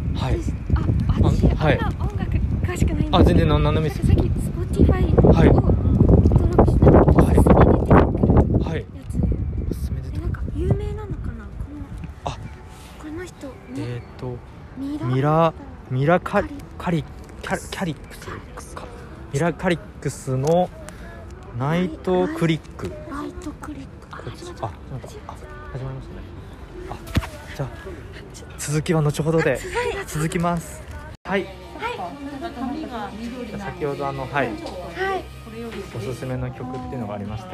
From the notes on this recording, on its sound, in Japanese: 大塚駅前収録です。